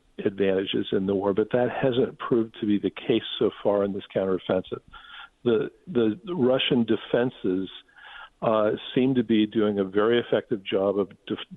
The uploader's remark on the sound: Then, we take phone calls.